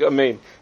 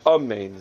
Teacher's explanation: So, the as far as a main Chatufa, Rashi writes that a main Chatufa means someone who doesn't vowelize the first letter properly. He doesn't pronounce the kamatz under the aleph. · Shown in: first take · So it sounds like amen instead of amen. · Term: amen chatufa